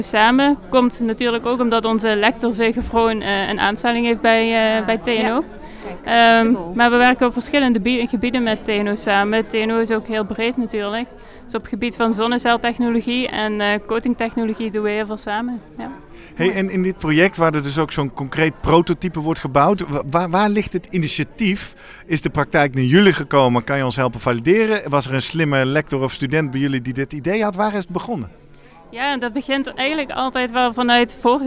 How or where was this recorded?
busy venue